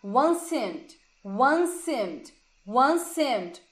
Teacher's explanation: esse once e o seemed, eles se juntam